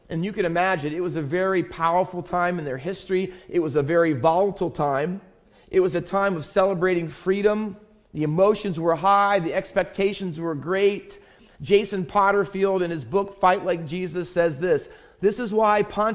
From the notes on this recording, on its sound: Faith Baptist Church in Hamilton, NJ.